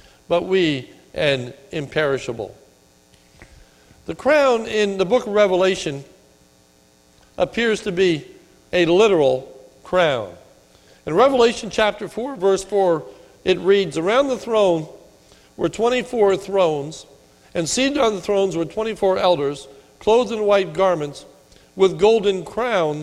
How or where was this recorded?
large echoing room